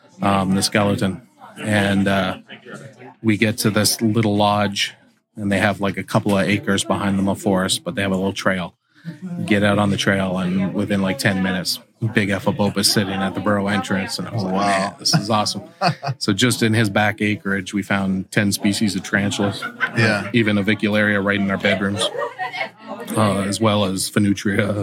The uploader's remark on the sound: This podcast was recorded LIVE and streamed on my main channel while I was at the Tarantula Collective Meet Up at the Fear Not Tarantulas Grand Opening in Virginia Beach, VA.